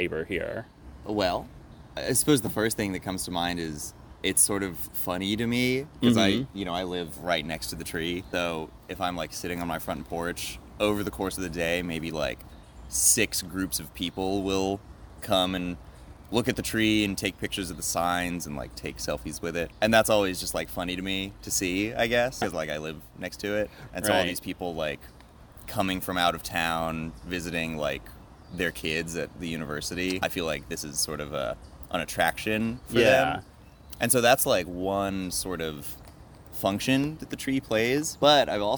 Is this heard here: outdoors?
yes